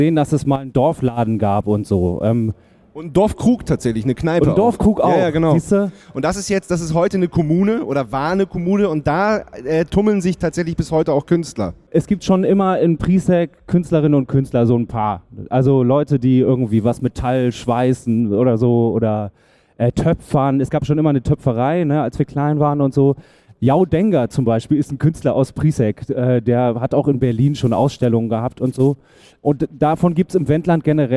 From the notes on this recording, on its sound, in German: zum ersten Mal live auf einer Festivalbühne aufgenommen – genauer gesagt, auf der Wild Coast Stage des Hurricane Festivals.